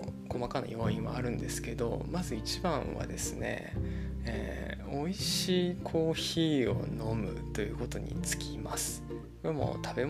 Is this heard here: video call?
no